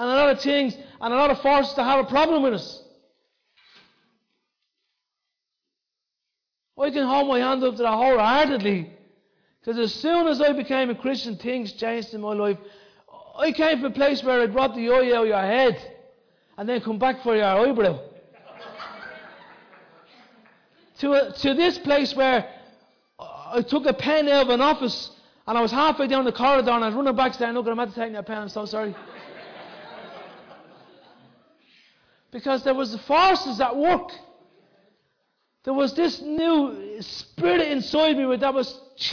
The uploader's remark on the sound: Recorded live in Liberty Church in 2019